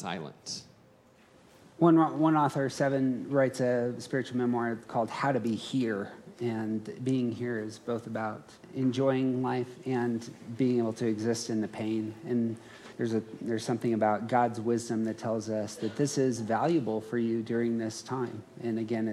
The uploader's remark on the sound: Around the Circle hosted a conference about becoming your true self. This audio is a live recording from that conference.